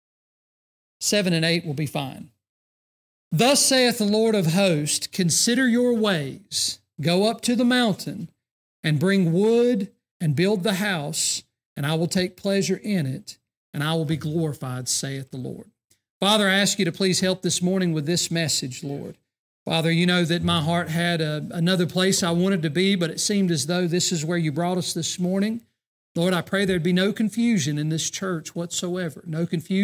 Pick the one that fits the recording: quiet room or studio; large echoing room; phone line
large echoing room